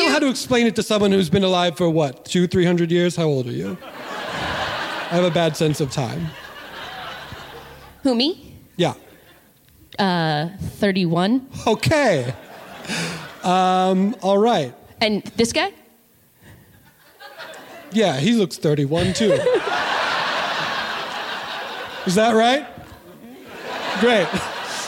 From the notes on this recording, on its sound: LIVE from SF Sketchfest. The following was recorded LIVE at SF Sketchfest in February of 2024 at the Great Star Theater!